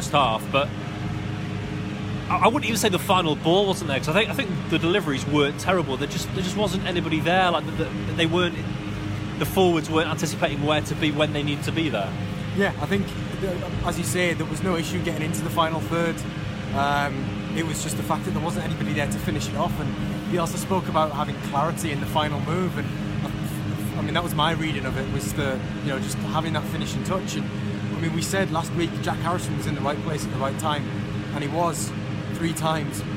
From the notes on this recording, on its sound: live from Elland Road